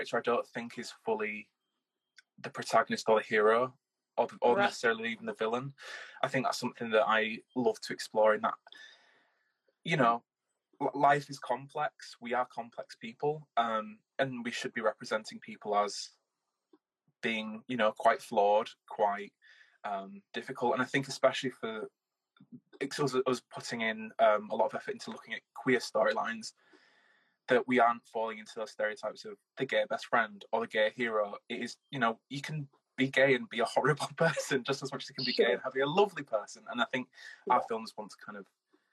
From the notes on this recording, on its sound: live Instagram interview